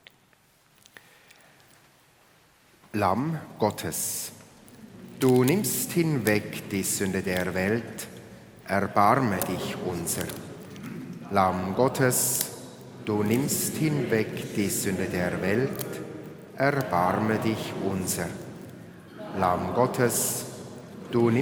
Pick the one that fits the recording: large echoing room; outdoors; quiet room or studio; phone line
large echoing room